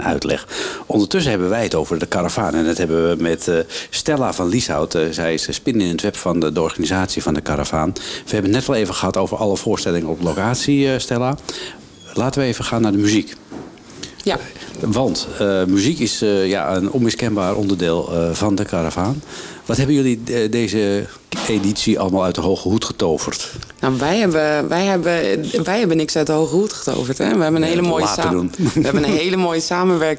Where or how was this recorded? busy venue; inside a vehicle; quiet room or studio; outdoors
busy venue